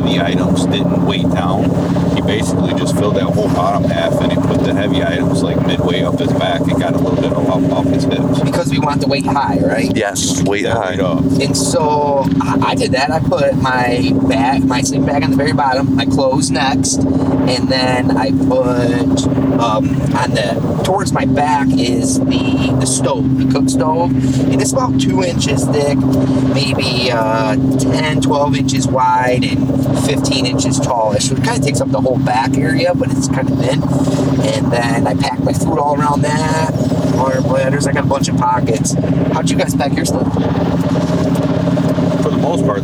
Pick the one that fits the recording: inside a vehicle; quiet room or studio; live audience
inside a vehicle